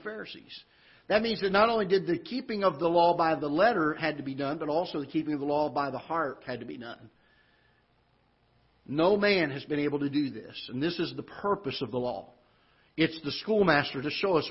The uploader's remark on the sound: Ketha Heights Baptist Church ~ Live Broadcast